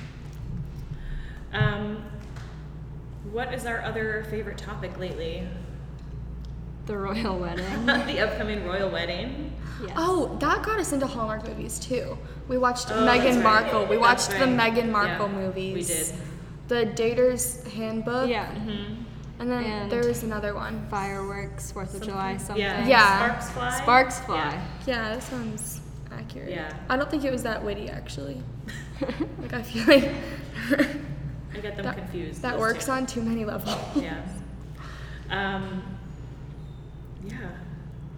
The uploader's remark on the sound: This episode was recorded LIVE in front of an audience at "Bare Bones Café," a special exhibit at the Rockwell Museum in Corning, NY.